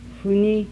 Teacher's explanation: Voiceless bilabial fricative allophone